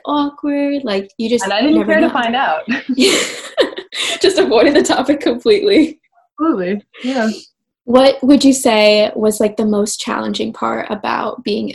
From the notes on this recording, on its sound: Bare with my zoom audio